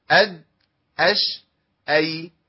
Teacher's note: الشين لساني مش ملامس لسقف الحنك إلا ملامسة بسيطة قوي، مع الياء في ملامسة أكبر شوية، يبقى مخرج الياء وسط اللسان مع ما يوليه من سقف الحنك الأعلى، بس مش بقوة التصاق مخرج الجيم ولا بضعف التصاق مخرج الايه شيء، حاجه وسط كده بين الايه بين الحرفين.